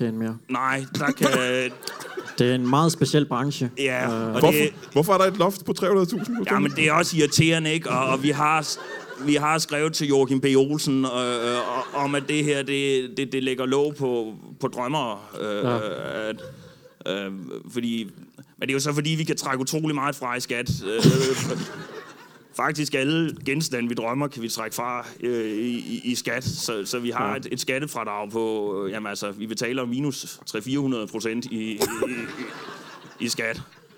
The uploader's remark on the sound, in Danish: LIVE fra Comedy Zoo Aarhus